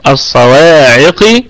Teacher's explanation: عندنا الصاد والقاف مفخمتين، لكن القاف ستكون وصلا في أقل درجات التفخيم، ووقفا أيضا لأنها ستكون ساكنة وقبلها مكسور، فأيضا ستكون في أقل درجات التفخيم.